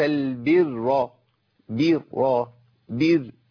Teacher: انا عملت ايه؟ رققت الراء الاولى